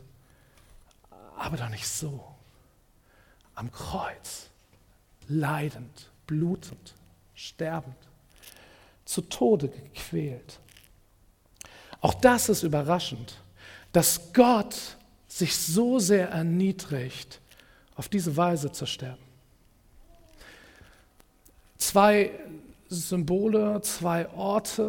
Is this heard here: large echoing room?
yes